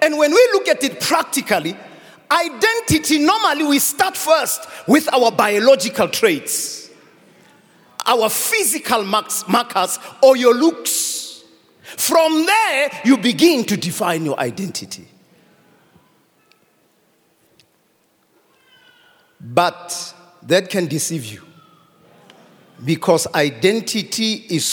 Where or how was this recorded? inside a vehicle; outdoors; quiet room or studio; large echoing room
large echoing room